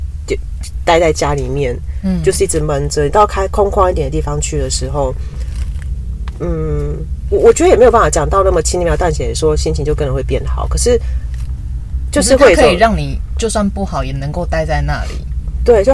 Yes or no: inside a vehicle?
yes